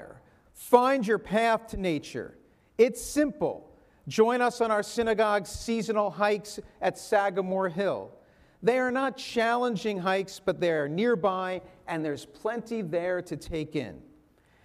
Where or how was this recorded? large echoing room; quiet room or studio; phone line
large echoing room